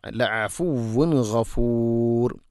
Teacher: തൻവീനു ശേഷം ഖൈനാണ് ഇസ്ഹാർ ചെയ്ത് അഥവാ വെളിവാക്കി ഉച്ചരിക്കണം. തൻവീനിനെ കൃത്യമായിട്ട് വെളിവാക്കി അതുപോലെ ഖൈനും ശ്രദ്ധിച്ചുകൊണ്ട് ഉച്ചരിക്കണം.